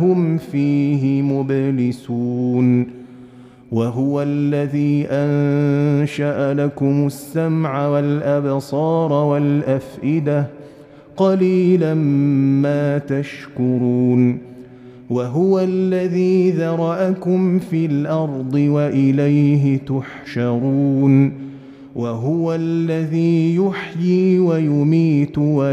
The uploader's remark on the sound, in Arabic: مسجل من صلاة التراويح بمسجد السلام بحي مشرفة بجدة.